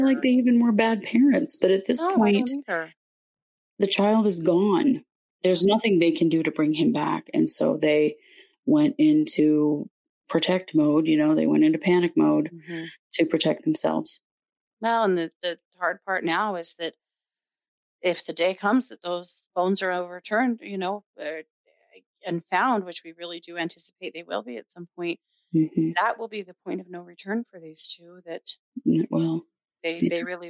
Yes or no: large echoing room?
no